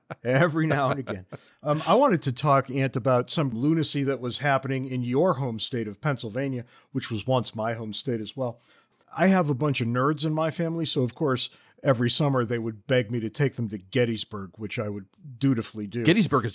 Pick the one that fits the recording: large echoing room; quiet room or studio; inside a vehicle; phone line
quiet room or studio